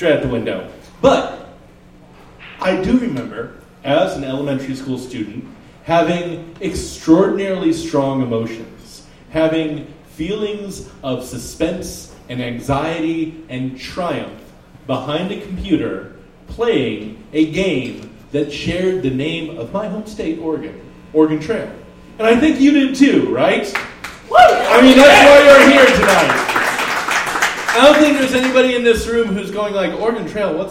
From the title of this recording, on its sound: Live at the Jack London